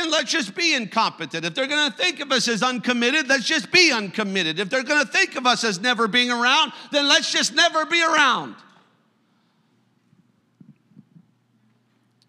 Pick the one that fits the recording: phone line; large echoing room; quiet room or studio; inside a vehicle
large echoing room